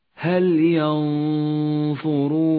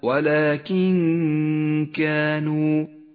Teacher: والآن غنة الإخفاء المفخمة في كلمة ينظرون، حرف الظاء حرف مفخم، تكون غنته مفخمة، يشترك فيها الخيشوم مع مخرج الظاء · Shown in: first take · متجافيا عنه قليلا.